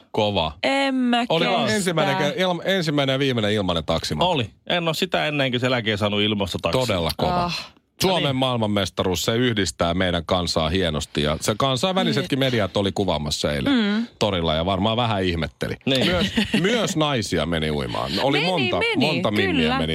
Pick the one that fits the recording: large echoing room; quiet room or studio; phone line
phone line